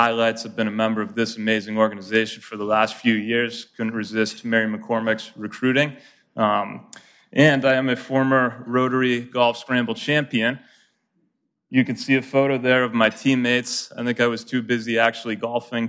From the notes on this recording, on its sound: Live from the Rotary Club of Milwaukee